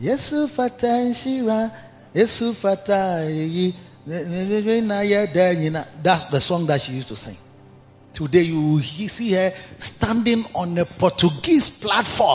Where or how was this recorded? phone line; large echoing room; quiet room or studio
large echoing room